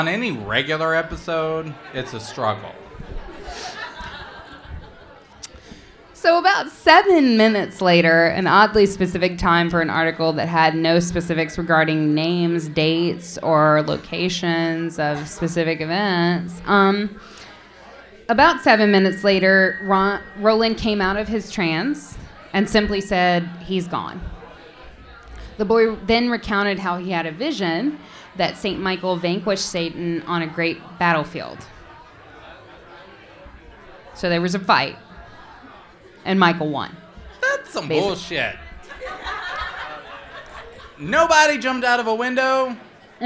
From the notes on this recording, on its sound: Live at Dangerously Delicious Pies. We're SO excited about our FIRST EVER live show that we're sharing it with all our listeners.